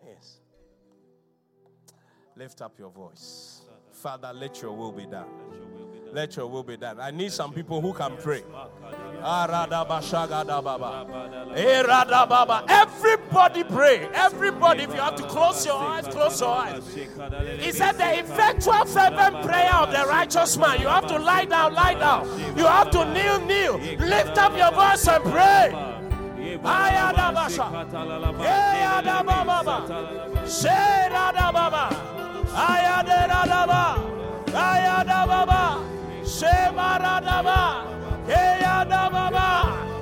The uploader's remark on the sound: Inspiration Service. Preached at The Qodesh.